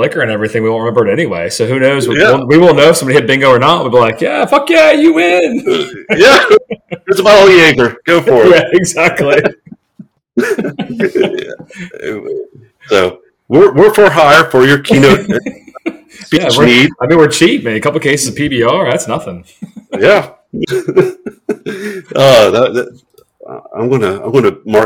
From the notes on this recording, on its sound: Sorry about the audio quality in this episode